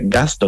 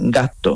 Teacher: Y igual que, por ejemplo, unas consonantes que tenemos en Andalucía, que son las consonantes largas, las geminadas, cuando tú dices, por ejemplo, gasto, tú no dices gasto, tú dices gasto, uh-huh. La S la quita y alargas la T. · Shown in: second take